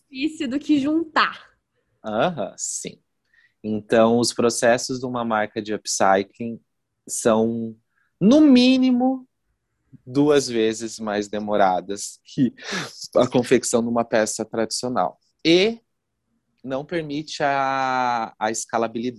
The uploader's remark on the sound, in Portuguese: Esta entrevista foi realizada via Zoom e por isso pode conter falhas e ruídos.